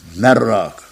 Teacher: Halbuki burada sekte yapmasak, men rakı aslında idgam-ı bilagunne kaidesine göre nun sakinden sonra ra harfi gelirse onunu biz re gibi okuruz. Bu tecvid kaidesini uygulayarak okuduğumuz zaman vakı ile merrak okumamız lazım.